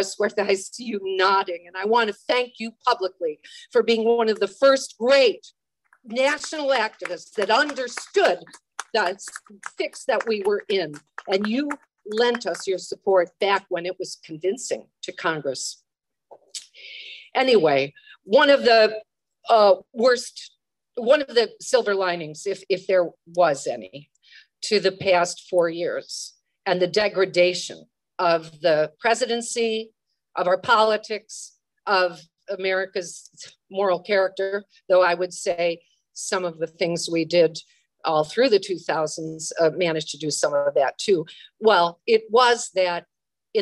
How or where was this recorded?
video call